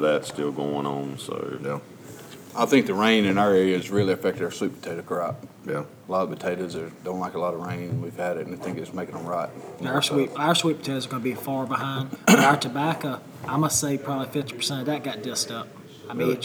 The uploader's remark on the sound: Live From #MovingIronSummit21